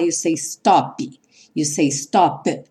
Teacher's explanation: O P em si não soa, mas ele vem cortar o som do O que está anterior a ele.